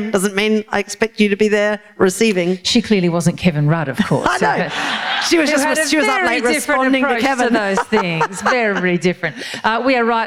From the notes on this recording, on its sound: This is a live recording from our event.